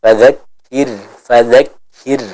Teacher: Yang pertama pada kata fadzakir, maka huruf ra di sini dibaca dengan tipis. Kenapa? Karena dia sukun dan didahului oleh huruf yang berharokat kasrah ya. Jadi bukan fadzakir wal fadzakir, tapi fadzakir fadzakir, seperti itu ya.